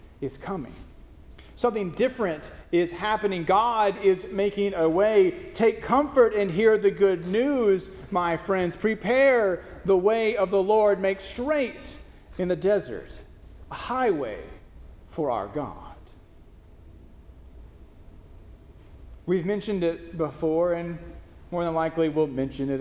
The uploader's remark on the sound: First Christian Church (DOC), Longview, Tx